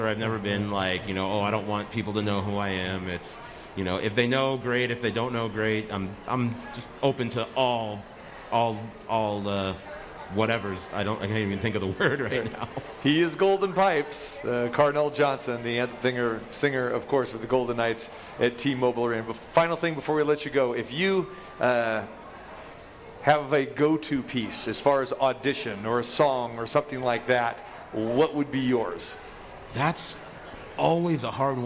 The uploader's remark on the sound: Live at The Cosmopolitan